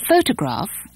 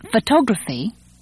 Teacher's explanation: photograph, where the stress is on the first syllable, with photography, where the stress is on the second syllable